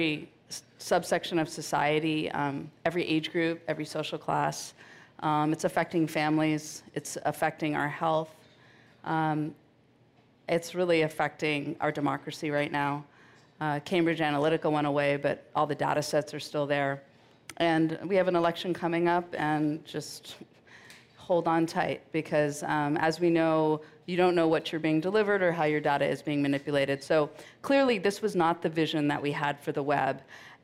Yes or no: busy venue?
yes